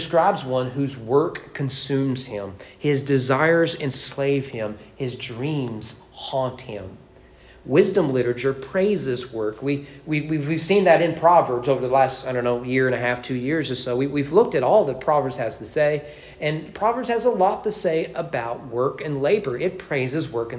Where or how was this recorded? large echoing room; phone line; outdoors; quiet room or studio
large echoing room